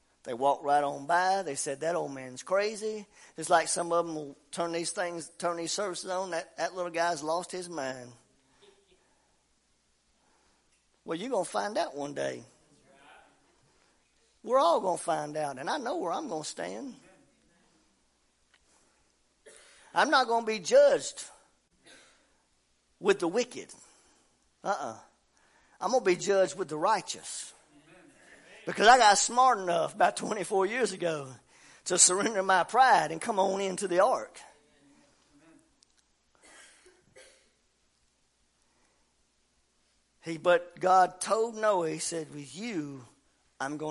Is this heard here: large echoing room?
yes